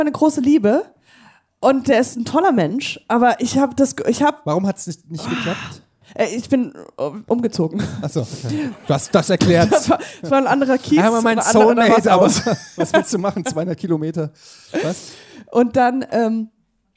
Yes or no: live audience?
yes